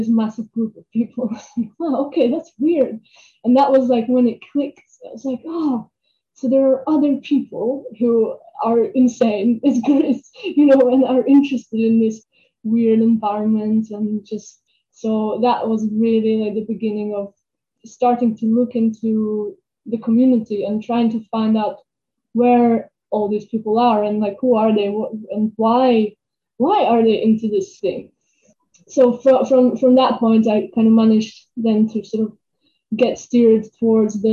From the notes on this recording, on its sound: We apologise for the sound quality in this episode…recording a podcast during lockdown had its challenges!